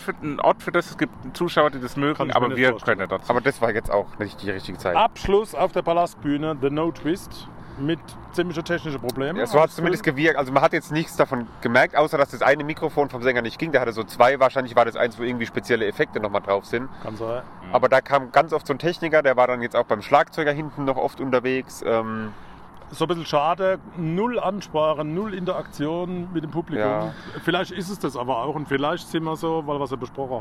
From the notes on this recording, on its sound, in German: Maifeld Derby Festival. Wir berichten erneut mit einer Folge direkt vom Festival!